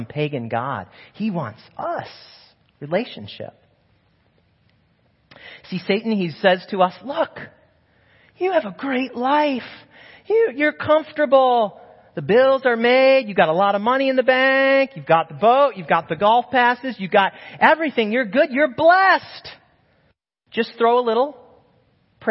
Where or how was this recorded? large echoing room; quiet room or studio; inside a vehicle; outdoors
large echoing room